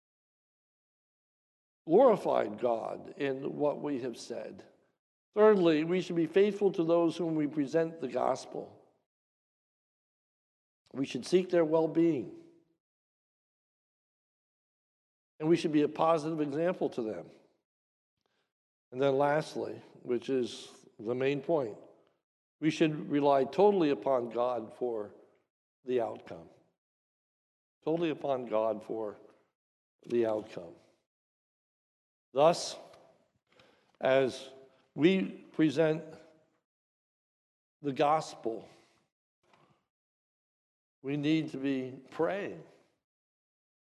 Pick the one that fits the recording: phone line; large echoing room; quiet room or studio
large echoing room